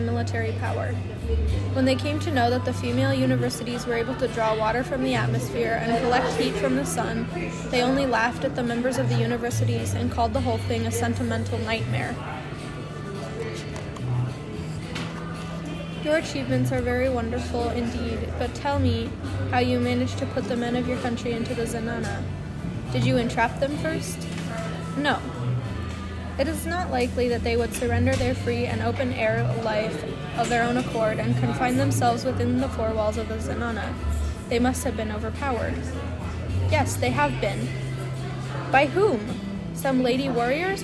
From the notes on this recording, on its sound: Audiobook created by reading Sultana's Dream to each other at a coffeeshop. The background noise is INTENTIONAL.